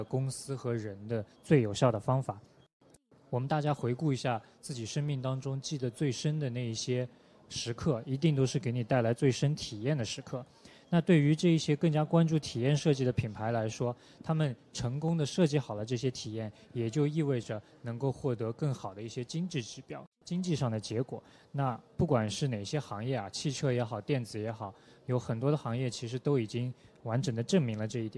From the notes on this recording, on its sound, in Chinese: 在 UCAN 2019 阿里巴巴设计大会的现场